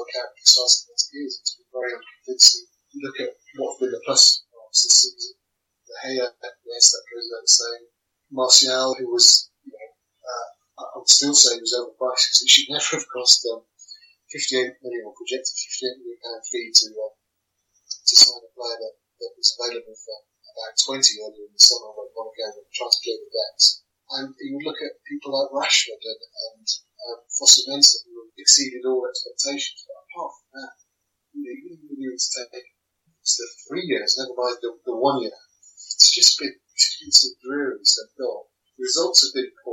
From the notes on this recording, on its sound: Apologies for the poor quality of sound in this episode.